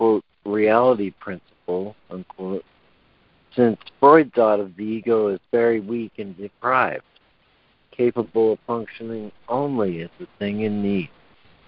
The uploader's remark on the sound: ACIM Daily Conference Call